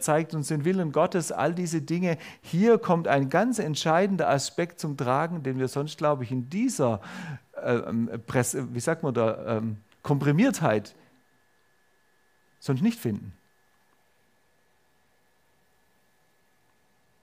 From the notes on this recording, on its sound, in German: Predigt der FeG Augsburg-Mitte. Freie evangelische Gemeinde Augsburg-Mitte. Ulrichsgasse 1-3. 86150 Augsburg.